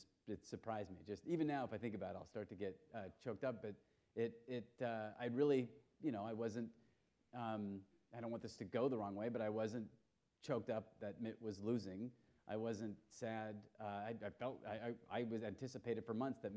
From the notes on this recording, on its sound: Four clips from the documentary that were screened during the Forum. The panel also responded to questions from the audience.